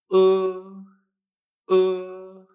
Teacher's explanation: En pocos ejemplos veremos que esta E se pronuncia como la E española. En cambio, casi siempre la E en chino se va a pronunciar como una especie de E-O.